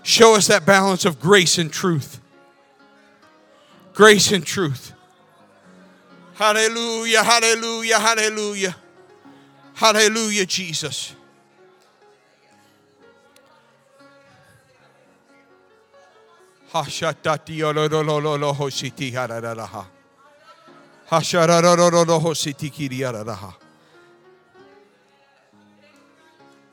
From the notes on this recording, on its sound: This sermon was recorded live on August 28th, 2022 at Newark United Pentecostal Church.